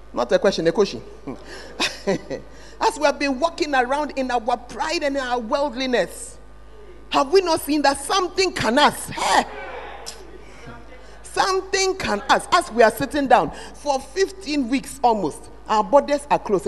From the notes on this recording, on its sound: Preached at the Word Alive Service